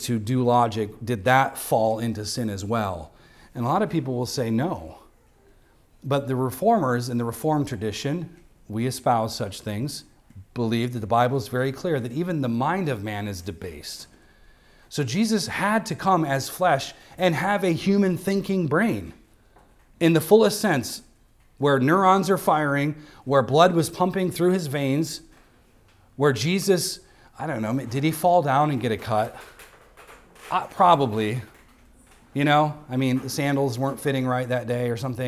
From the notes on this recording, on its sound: recorded on Sunday, December 10th, 2023, at the weekly worship gathering of Cross & Crown Church